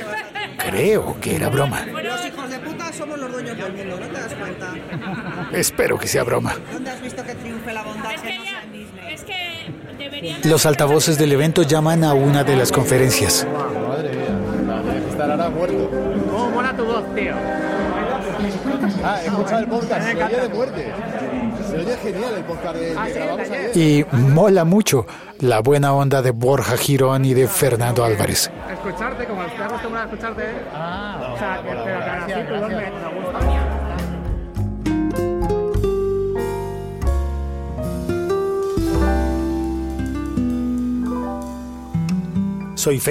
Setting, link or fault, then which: setting, outdoors